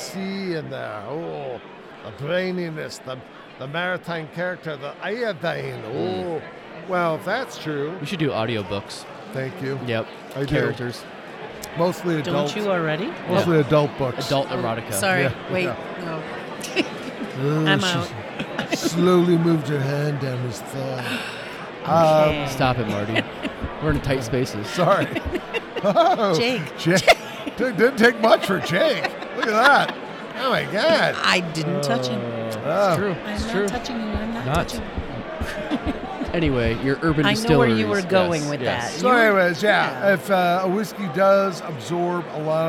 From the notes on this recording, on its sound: live at Wisconsin Whiskey Fest